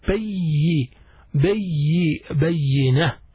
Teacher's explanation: Ba, ya, then shadda on top of the ya. The shadda we stress a little bit more on the ya while we are pronouncing it.